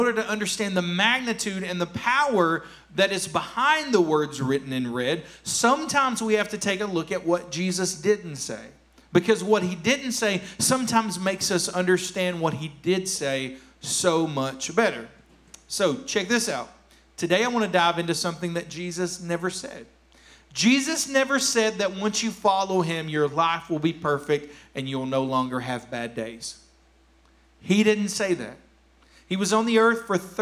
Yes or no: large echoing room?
yes